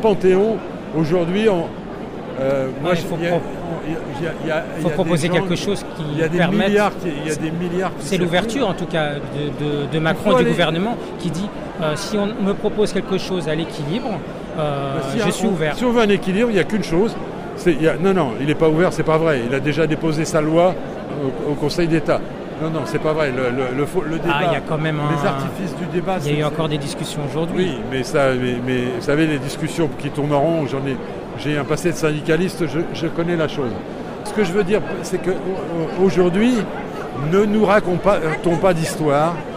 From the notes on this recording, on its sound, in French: Reportage enregistrée aux vœux du Val-de-Marne (94) le 7 janvier 2020